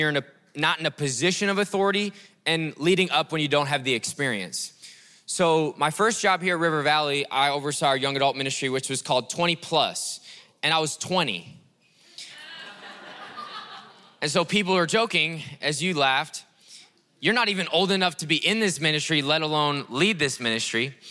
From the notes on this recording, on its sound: breakout session a few months ago at River Valley Conference 2023